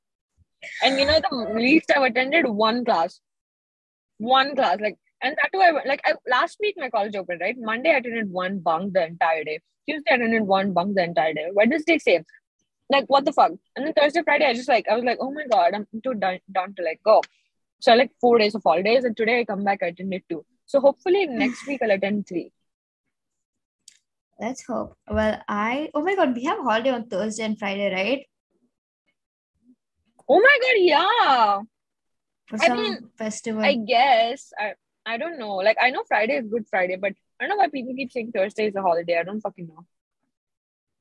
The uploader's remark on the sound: Car version